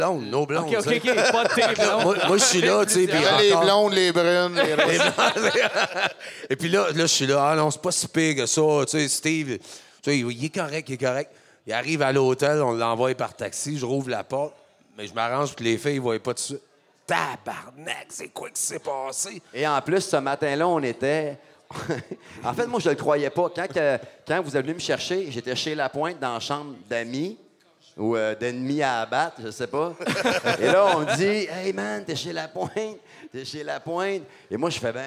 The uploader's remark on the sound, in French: Captation devant public a l’Etabli Brasserie Urbaine, Drummondville.